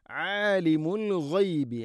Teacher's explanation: ആലിം ഐന് തൊണ്ടയുടെ മധ്യഭാഗം. ആലിമുൽ ഗൈബി അൽ ഗൈബ് ഗൈൻ, ആലിമുൽ ഗൈബി ഗൈന് തൊണ്ടയുടെ മുഗൾ ഭാഗമാണ്.